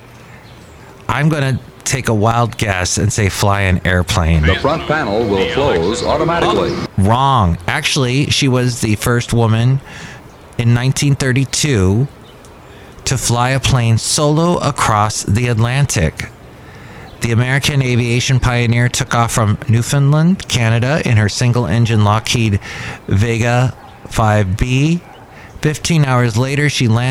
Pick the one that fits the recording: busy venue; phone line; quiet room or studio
busy venue